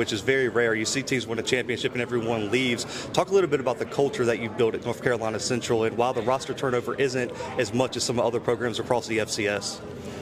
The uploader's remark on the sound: The Bluebloods are live from MEAC Media Day in Norfolk, Virginia.